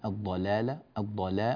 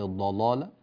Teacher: ننبه إلى أن حرف اللام هنا مرقق وليس مغلظا · Shown in: first take · الضلالة، الضلاء، ولا نقول الضلالة، هذا خطأ. · Term: ترقيق لام